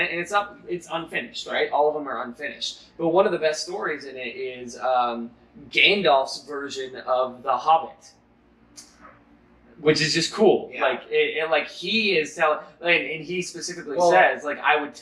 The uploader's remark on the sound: The audio is not great on this one. I was still figuring everything out.